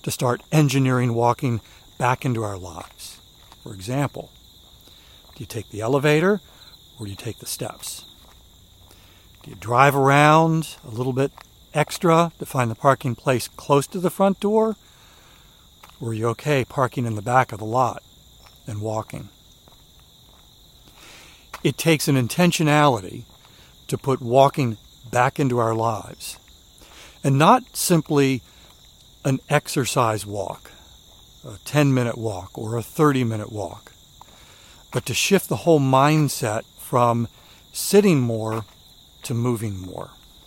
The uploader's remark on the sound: During today's ten-minute walk